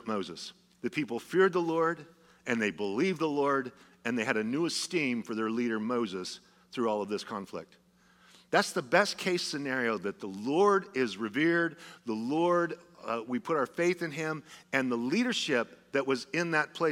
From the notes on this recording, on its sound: Was a sermon delivered as part of the Anchored Series at Godspeak Calvary Chapel in Newbury Park, California on March 5, 2023.